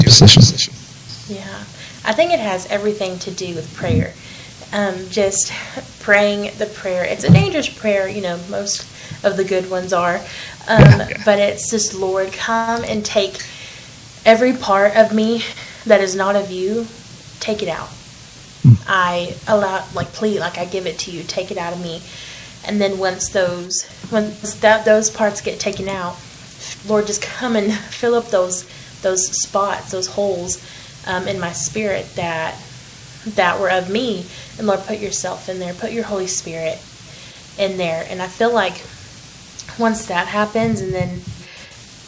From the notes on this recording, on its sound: We apologize for the audio inconsistencies, as there were some problems with the audio on this particular episode.